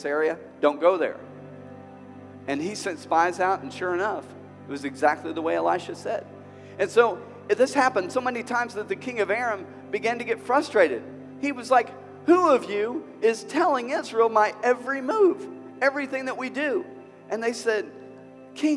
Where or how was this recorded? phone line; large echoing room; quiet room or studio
large echoing room